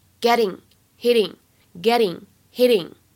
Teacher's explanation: 如果大家练的是美音，注意一下呢，当中有一点点轻微的美音浊化的现象